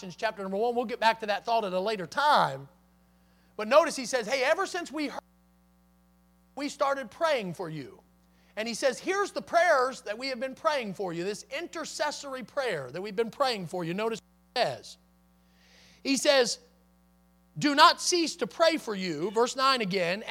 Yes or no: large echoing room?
yes